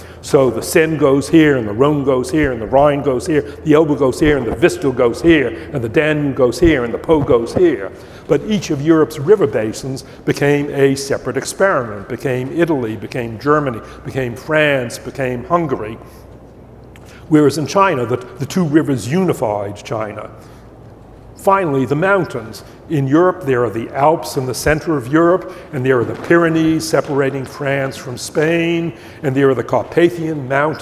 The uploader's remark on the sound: Upfront Summit 2020. Background noise in this video due to high winds outside the theater where this was filmed.